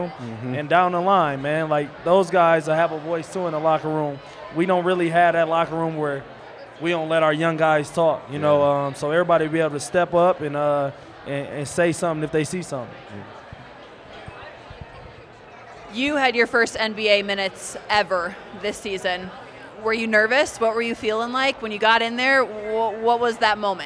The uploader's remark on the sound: In a very special LIVE recorded edition of the 24K Podcast. At the Cherry Cricket in downtown Denver.